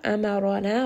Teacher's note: ra here is going to be heavy because it has a fatha. Na is a two-count med.